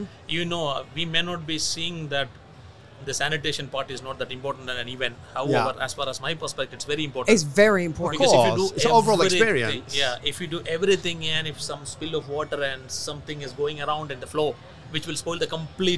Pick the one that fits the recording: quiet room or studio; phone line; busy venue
busy venue